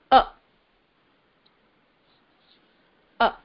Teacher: Very, very distinct. So the first vowel in the Sanskrit language is A. Very short. Your jaw does not drop. It is not A. · Term: short a